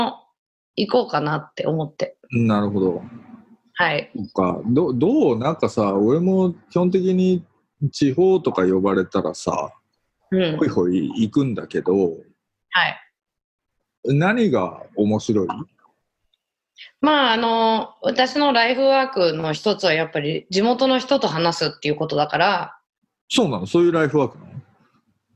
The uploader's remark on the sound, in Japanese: 今回の収録はビデオ会議サービス「ZOOM」を使用し。一部聞き取りづらい箇所があります。